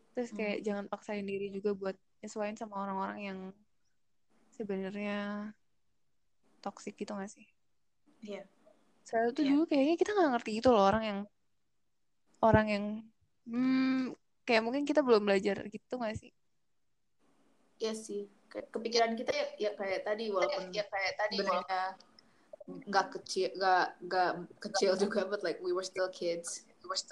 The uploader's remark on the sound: Apologies for the quality of the audio in this episode